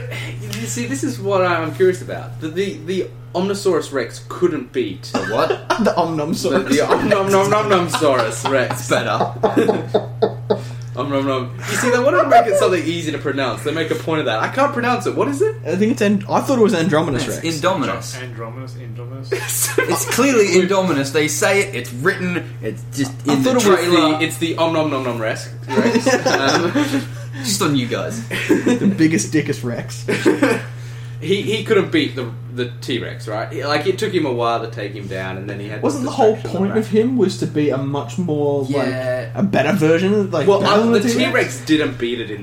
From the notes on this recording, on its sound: Sorry about the humming...